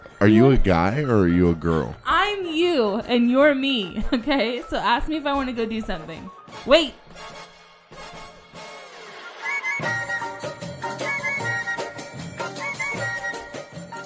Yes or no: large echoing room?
no